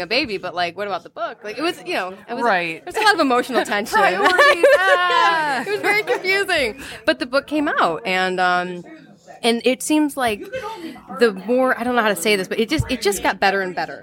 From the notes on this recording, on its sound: Live from Nexus 419. We are back with a live episode from the awesome new shop Nexus 419 just outside of Toledo!